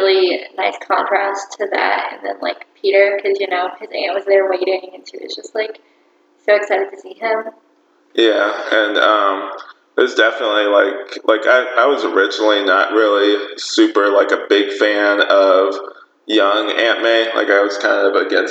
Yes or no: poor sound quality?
yes